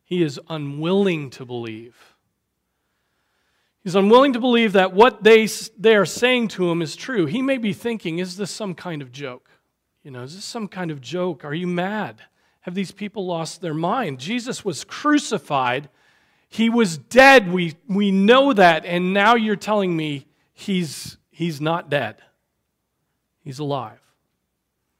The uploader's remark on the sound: Preached on September 24, 2023 at Trinity Presbyterian Church